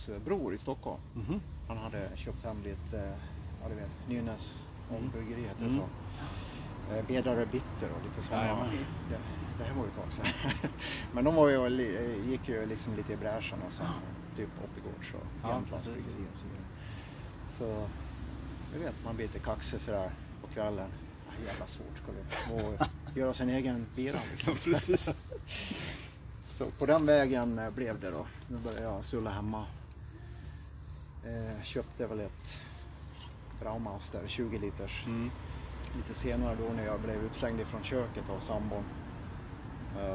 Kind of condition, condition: setting, outdoors